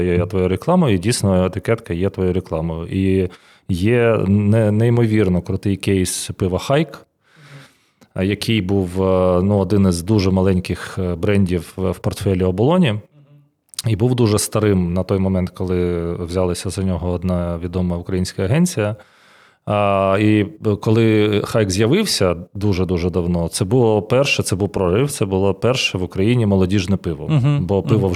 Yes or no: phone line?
no